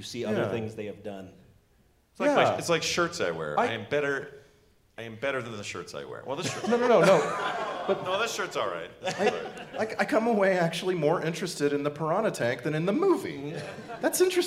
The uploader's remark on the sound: Our Nerdtacular 2017 live episode!